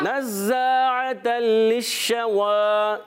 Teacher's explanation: نزا زا الف زبر زا، تو یہ مدہ ہو گیا، اور نون کی زبر صرف حرکت ہے، حرکت کو نہیں کھینچیں گے · Term: حرف مدہ